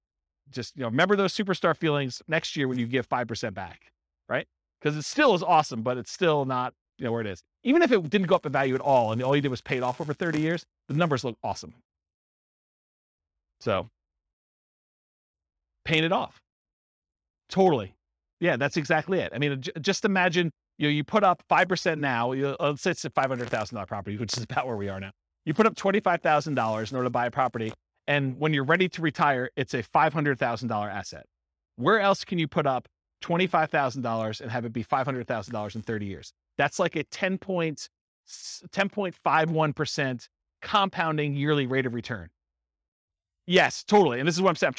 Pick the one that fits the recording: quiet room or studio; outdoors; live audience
live audience